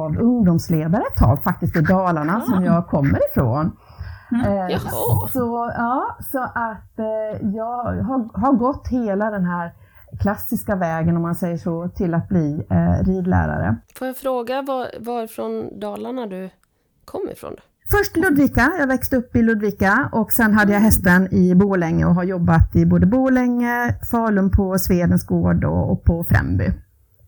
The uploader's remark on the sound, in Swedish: På grund av lite tekniska problem är ljudet inte perfekt